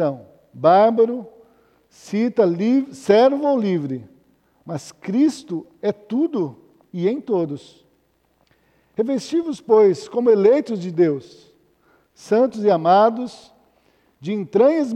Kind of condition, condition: setting, large echoing room